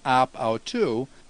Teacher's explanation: there's a smooth breathing and the word that follows also begins with a vowel, and so the omicron just drops out